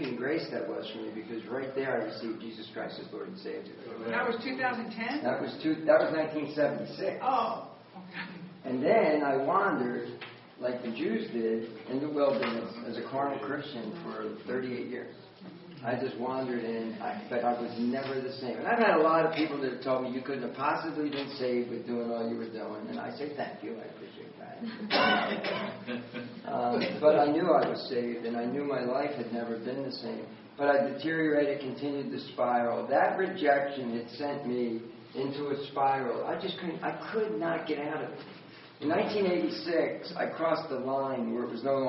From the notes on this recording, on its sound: Recorded at Grace Fellowship International's conference in Pigeon Forge, TN on March 7, 2014.